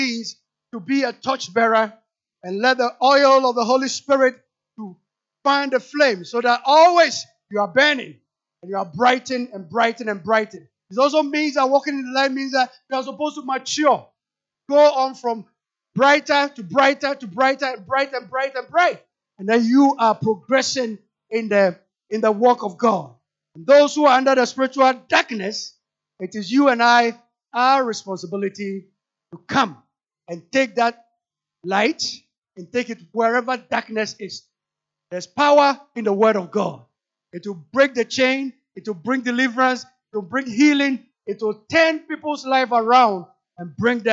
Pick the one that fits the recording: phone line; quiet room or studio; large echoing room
large echoing room